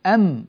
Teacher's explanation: هذه همزة أم همزة محققة فطلعت معك كأنها وم، يعني كأنها انقلبت منك